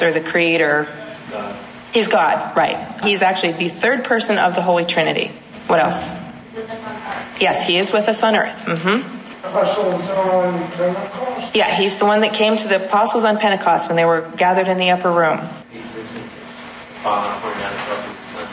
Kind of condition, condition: setting, live audience